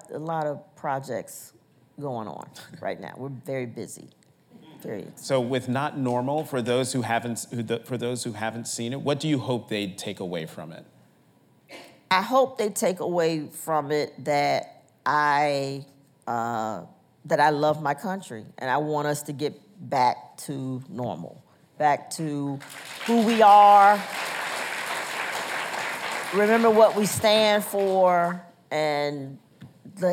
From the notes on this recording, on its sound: recorded on June 4, 2019 in front of a live audience at New York's 92nd Street Y.